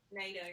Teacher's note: You almost have to turn the T into a D.